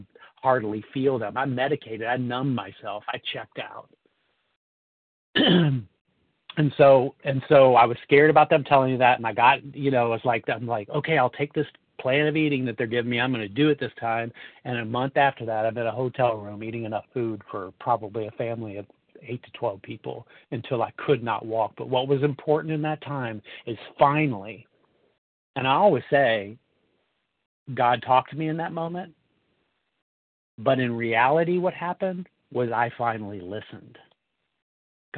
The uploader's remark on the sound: 100 Pounders Phone Meeting, 11/21/23